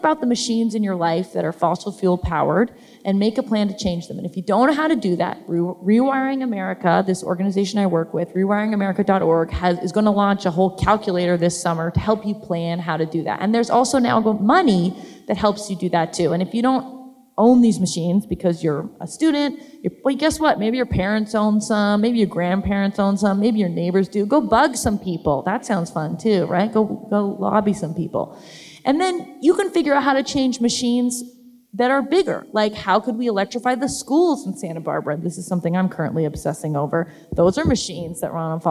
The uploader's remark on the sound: Live Episode: A Climate Book Talk. Onstage for this live episode.